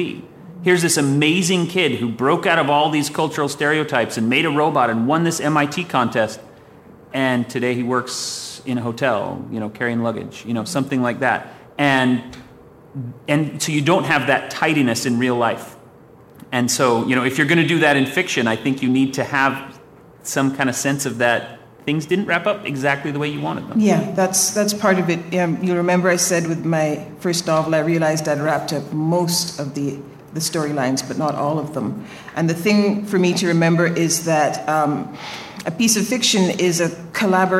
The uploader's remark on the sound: Recorded before a live audience of Out Of Excuses Workshop & Retreat attendees. This episode was engineered aboard The Independence of the Seas.